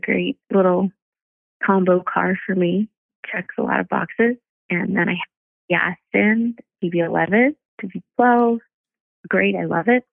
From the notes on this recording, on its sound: Joined on the phone with guest.